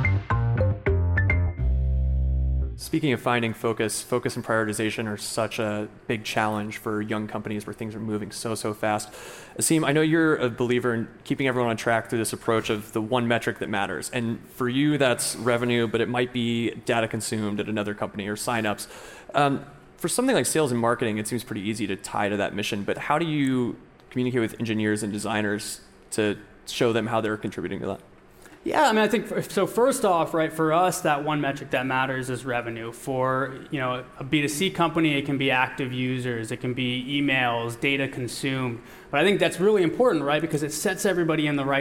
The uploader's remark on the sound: At the Seattle stop of the Inside Intercom World Tour. A panel of founders from local startups.